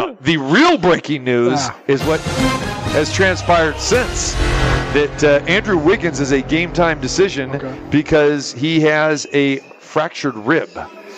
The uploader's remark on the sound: Live From The Super Book at the Westgate Las Vegas